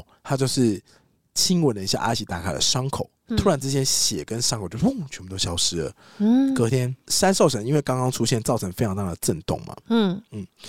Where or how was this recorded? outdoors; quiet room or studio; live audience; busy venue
quiet room or studio